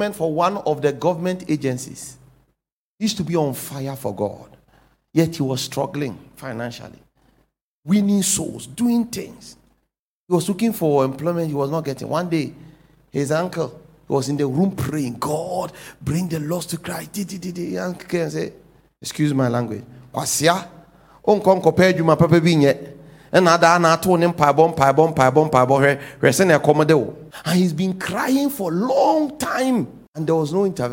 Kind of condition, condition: setting, large echoing room